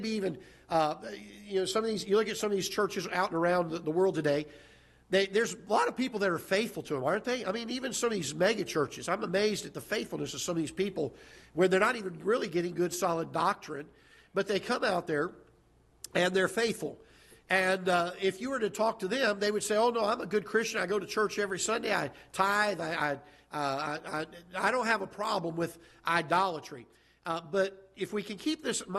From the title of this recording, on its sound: Ketha Heights Baptist Church ~ Live Broadcast